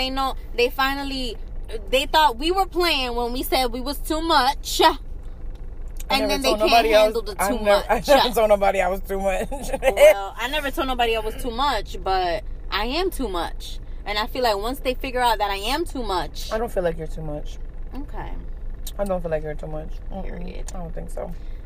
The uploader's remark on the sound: On this episode we are in the car with it.